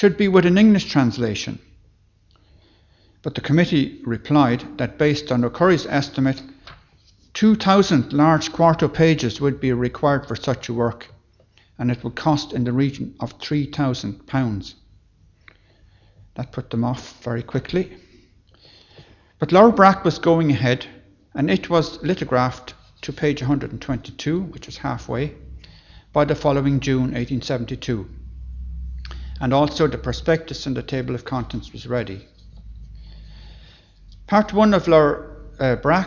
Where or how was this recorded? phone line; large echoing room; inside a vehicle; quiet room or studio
large echoing room